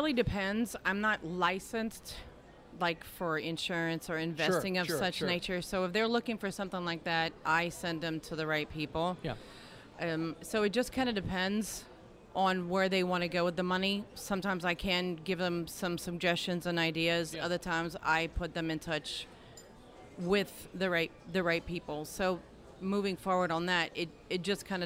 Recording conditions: busy venue